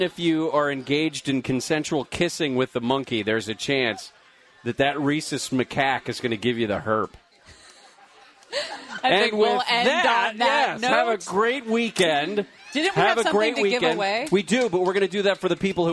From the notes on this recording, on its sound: LIVE at HK's Bar and Grill in Rancho Cucamonga